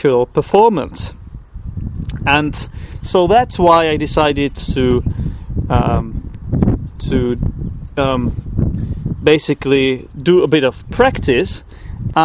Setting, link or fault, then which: setting, outdoors